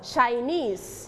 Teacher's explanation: we stayed on the second syllable